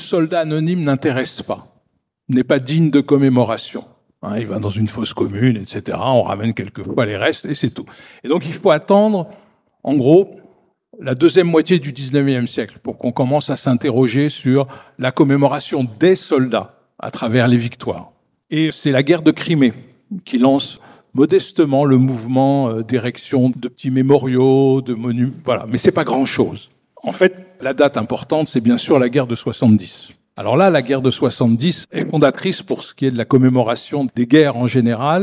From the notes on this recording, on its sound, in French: Une table-ronde de France Mémoire issue de l'édition 2023 des Rendez-vous de l'Histoire